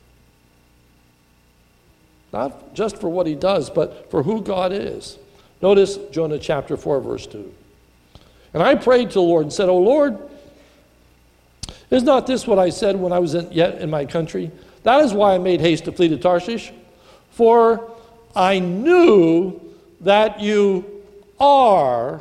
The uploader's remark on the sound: This is a sermon recorded at the Lebanon Bible Fellowship in Lebanon, PA. During the morning service.